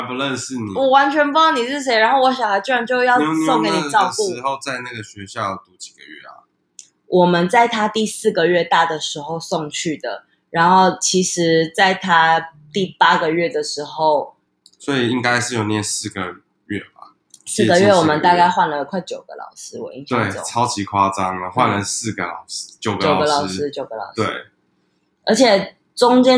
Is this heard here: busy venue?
no